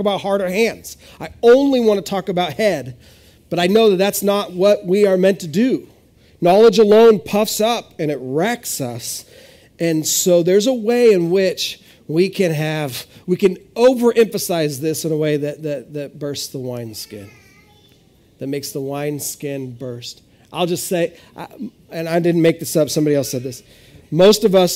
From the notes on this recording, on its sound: This is audio ripped from the Live Service video.